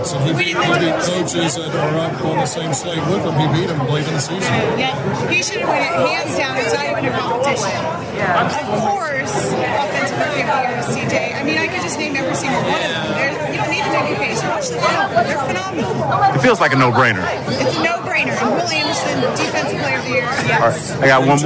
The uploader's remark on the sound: The sounds from the Red Carpet last night.